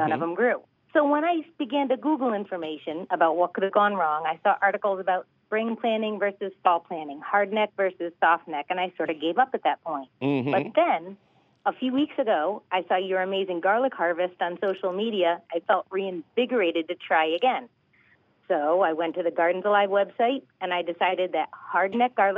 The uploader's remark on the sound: your fabulous phone calls